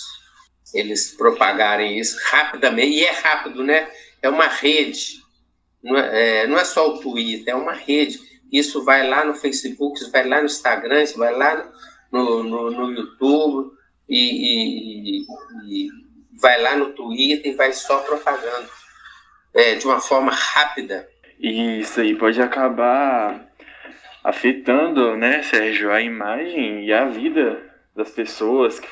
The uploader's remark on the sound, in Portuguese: Esse podcast foi gravado através da plataforma "google meet", por isso existe algumas falhas, mas foi o método encontrado em tempos de pandemia. Esse podcast é gravado por alunos da rede pública de educação.